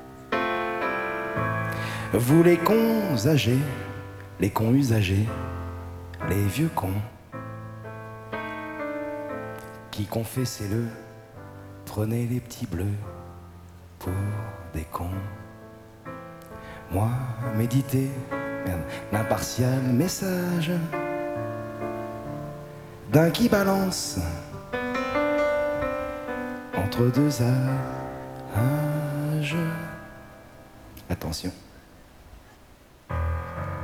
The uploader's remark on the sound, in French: Lors du Festival Quand Je Pense à Fernande à Sète fichier brut. Théatre de la Mer, Sète ,Fr.